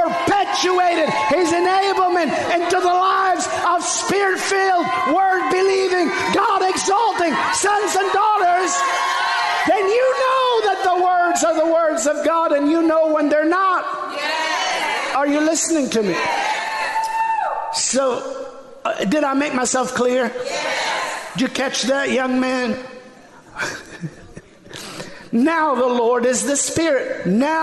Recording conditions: large echoing room